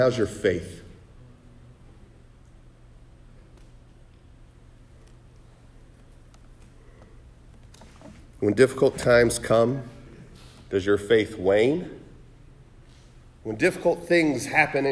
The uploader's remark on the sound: Sermon preached on November 19, 2023 at The Salvation Army Augusta Kroc Center